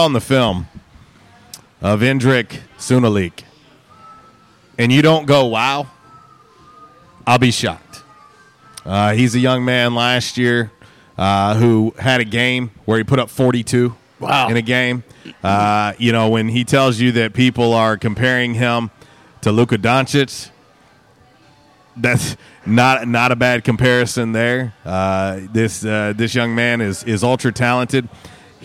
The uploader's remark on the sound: On the Back In Action Hotline LIVE from J'Town's Grill.